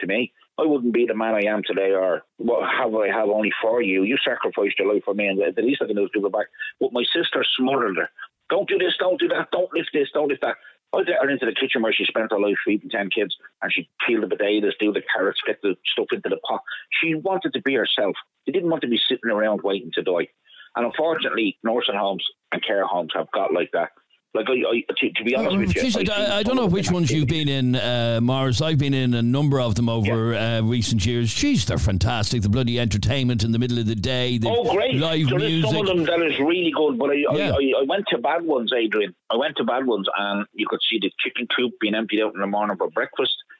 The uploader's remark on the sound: Man Phones